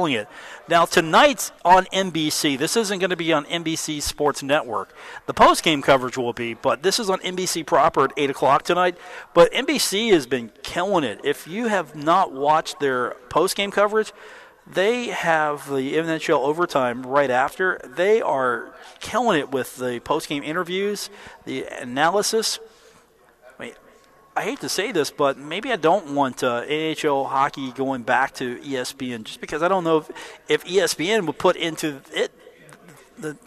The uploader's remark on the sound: live at The Union Pub and Grill